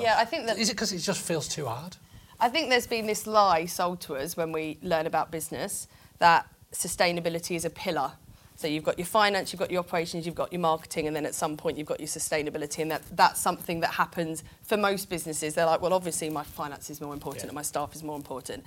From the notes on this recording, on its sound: Recorded in front of a live audience at the Better Business Summit.